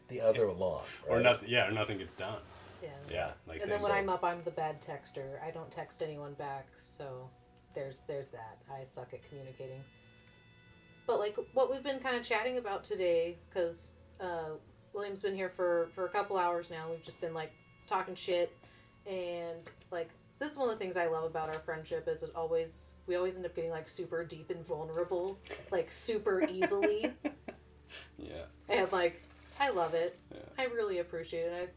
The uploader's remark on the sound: With this episode, we try adding a third...person in the studio with our very first guest interview. This is our first time trying to record three people with just our two wireless DJI mics.